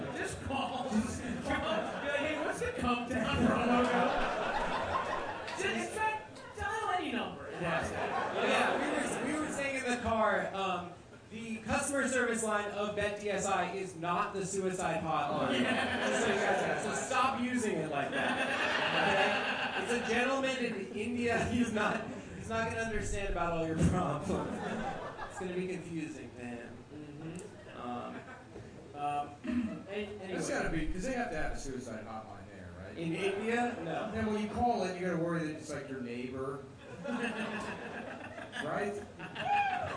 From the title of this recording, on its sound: Live show